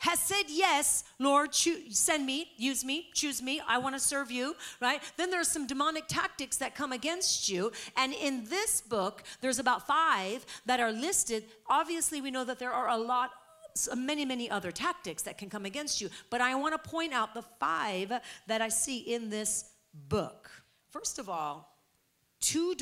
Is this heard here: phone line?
no